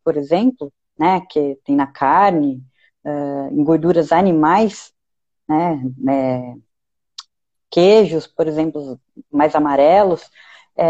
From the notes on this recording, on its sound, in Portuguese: Bate-papo descontraído retirado de uma live